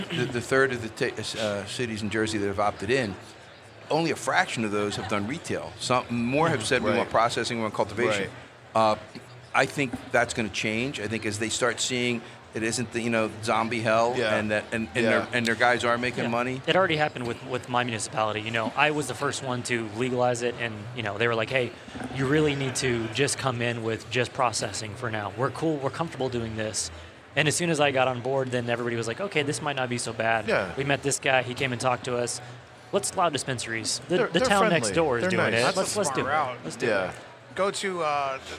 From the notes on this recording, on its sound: Recorded at MJBizCon 2023